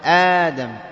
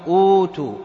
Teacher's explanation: أبدلت الهمزة إلى حرف مد يجانس الحركة التي قبلها. فأأدم أبدلت الهمزة إلى ألف لأن ما قبلها مفتوح، فقال آدم. · Term: مد البدل